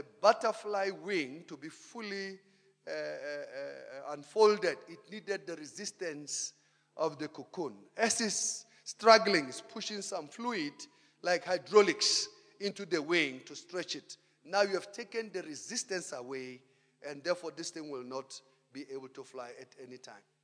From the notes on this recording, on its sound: Preached at Emmanuel Christian Church, Arcadia Campus On the 3rd of February 2019